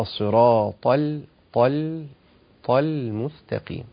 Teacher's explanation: هفخم الطاء فقط ورقق اللام